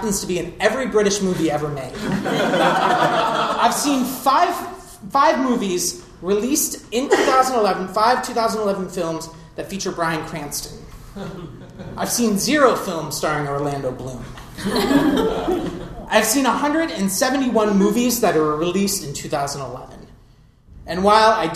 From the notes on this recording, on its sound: The show you're about to hear was recorded live at the Pub Theater, 3220 N Lincoln Avenue in Chicago. Everything on this podcast has been created and performed by audience members who volunteered to share their stories.